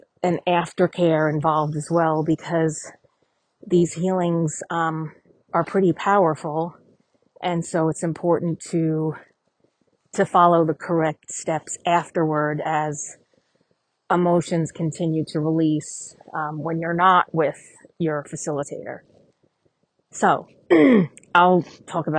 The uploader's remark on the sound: Walking the dogs